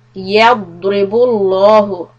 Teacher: Lafzu jalala lam will be heavy.